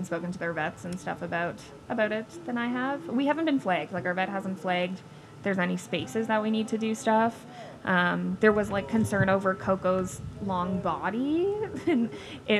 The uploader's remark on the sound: LIVE: Dogtoberfest Community Q&A